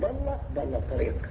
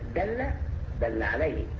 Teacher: فهذا الجزء الصغير المسمى بالتفخيم ذو دلاله ذو قيمه، وهنا لو رققت الضاد أصبحت مخطئة في اللغة العربية. أصبحت دالة